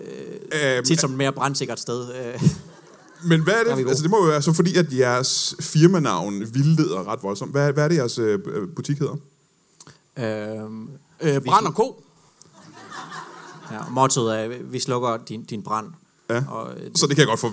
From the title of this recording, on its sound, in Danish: LIVE fra Comedy Zoo Aarhus